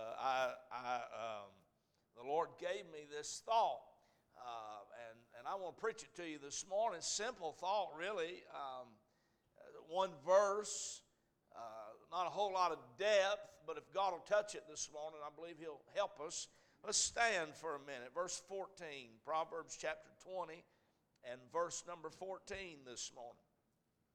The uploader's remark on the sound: A message preached at Crossroads Baptist Church